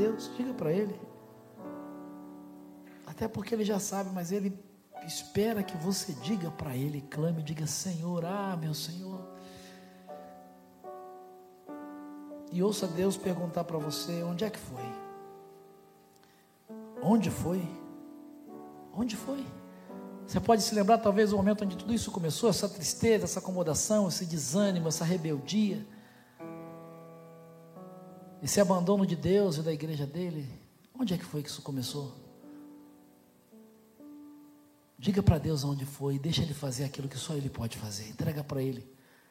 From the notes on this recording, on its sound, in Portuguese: Celebração ao vivo